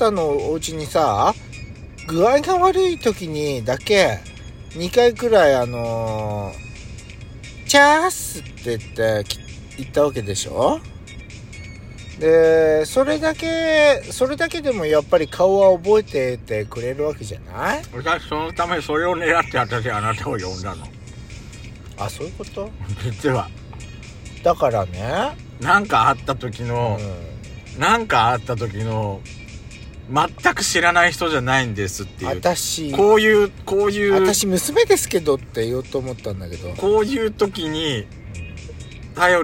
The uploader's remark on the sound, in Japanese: パーキング収録